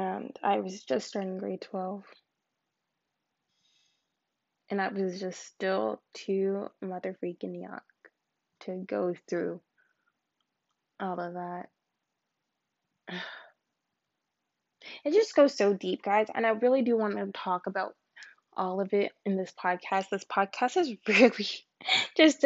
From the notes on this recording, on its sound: This is my first podcast, but I promise that I got much better at recording.